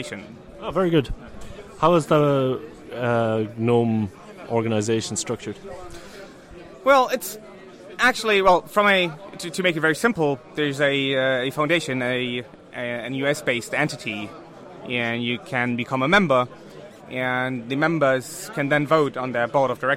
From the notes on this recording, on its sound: The following are a series of interviews recorded at FOSDEM 2014. FOSDEM is a free event that offers open source communities a place to meet, share ideas and collaborate.